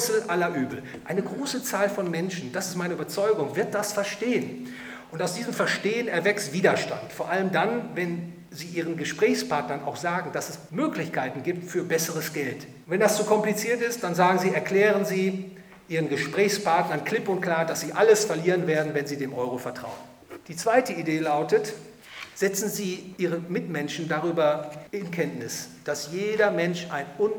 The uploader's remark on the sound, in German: Vortrag beim Hayek-Verein Dresden